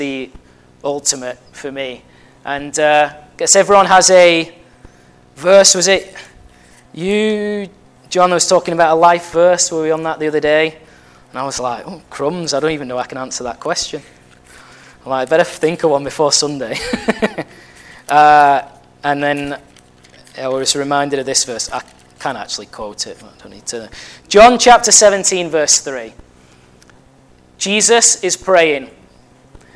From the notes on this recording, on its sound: at Family Church Westhoughton